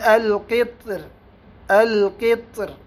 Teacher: ويرجح الترقيق في القطر نظرا لأنها حين الوصل مرققة. ليش مرققة؟ لأن الراء مكسورة ولم يقع بعدها حرف استعلاء · Term: بترقيق الراء